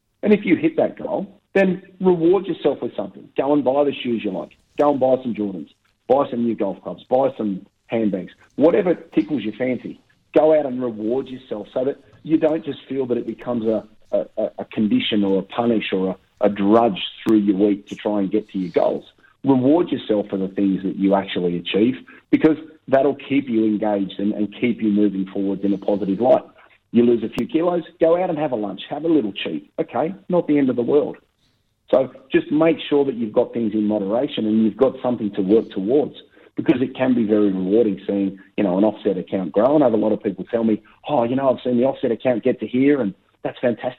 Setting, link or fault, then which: link, phone line